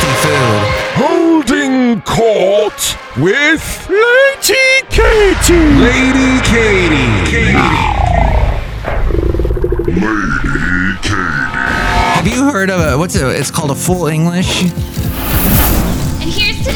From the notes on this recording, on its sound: podcasts live from Café Anyway